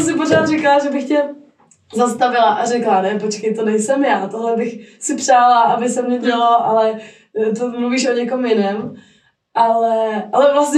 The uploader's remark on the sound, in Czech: Omlouvám se za zhoršenou kvalitu zvuku, bohužel nás provázely technické problémy.